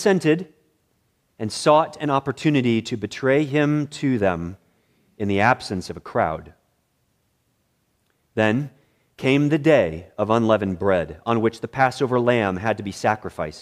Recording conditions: large echoing room